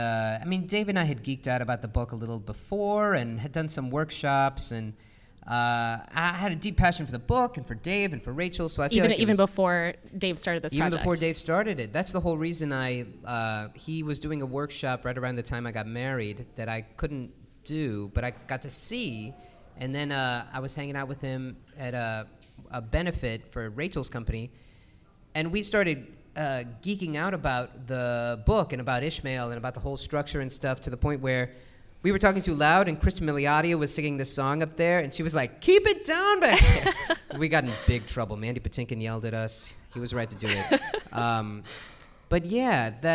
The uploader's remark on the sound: This episode was recorded in front of a live audience at BroadwayCon, 2020.